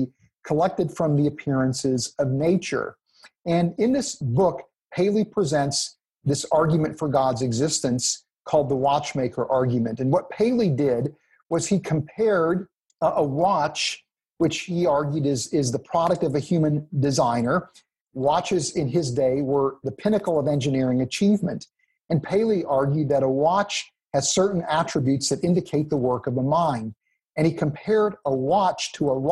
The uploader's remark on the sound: 2020 Zoom Conference